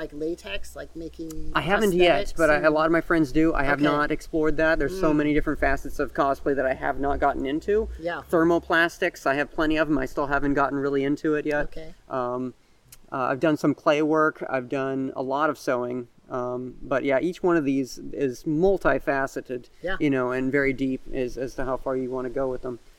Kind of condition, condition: setting, outdoors